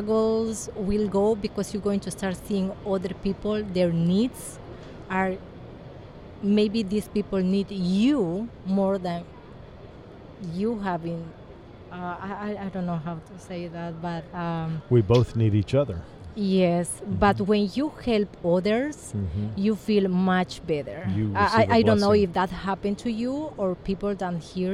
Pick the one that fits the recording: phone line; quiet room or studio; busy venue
busy venue